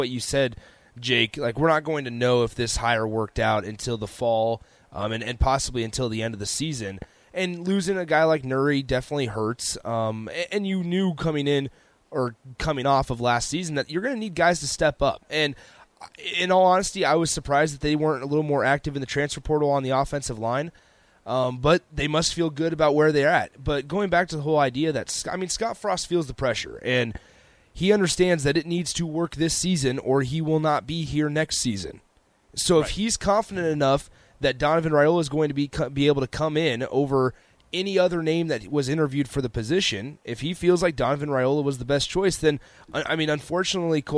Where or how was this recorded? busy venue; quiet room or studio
busy venue